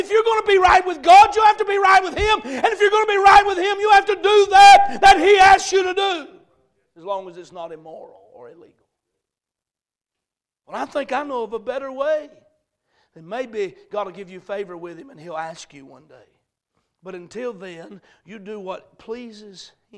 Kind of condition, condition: setting, large echoing room